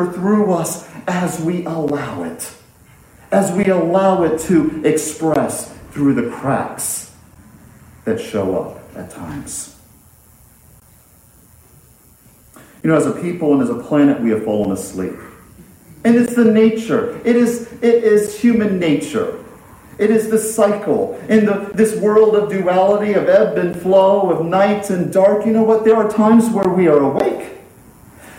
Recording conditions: large echoing room